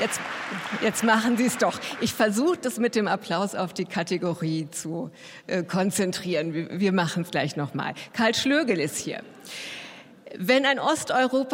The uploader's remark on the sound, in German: Die Jury debattiert und entscheidet live vor Publikum über drei Sachbücher und drei Romane. Mitschnitt der Live-Übertragung aus der Münchner Allerheiligen-Hofkirche.